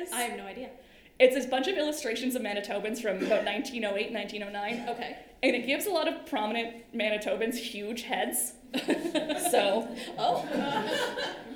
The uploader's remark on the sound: A live podcast recorded on November 8, 2023